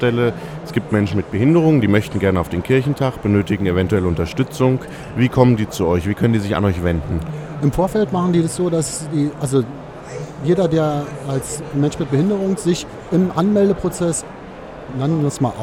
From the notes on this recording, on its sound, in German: live im Radio auf dem Kirchentag